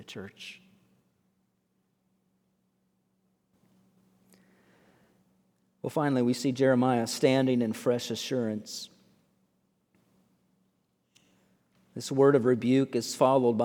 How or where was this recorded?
large echoing room